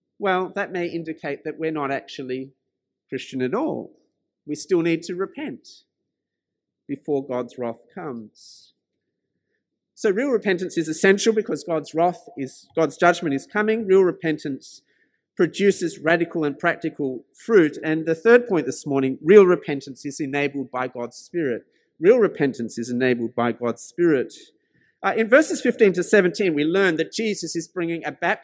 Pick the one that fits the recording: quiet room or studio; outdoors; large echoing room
large echoing room